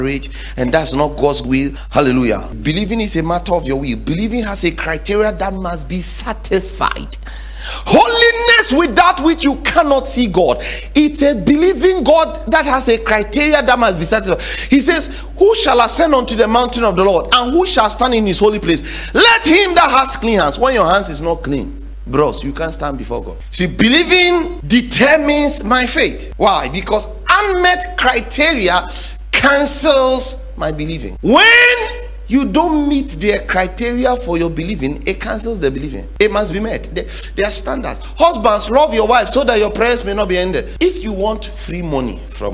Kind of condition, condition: setting, large echoing room